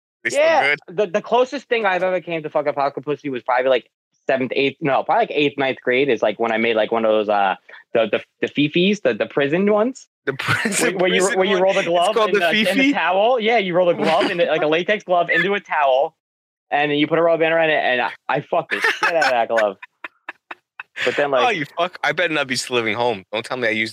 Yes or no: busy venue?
no